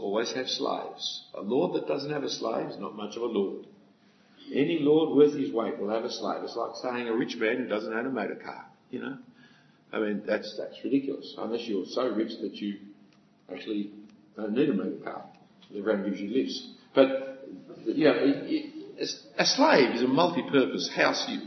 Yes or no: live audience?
yes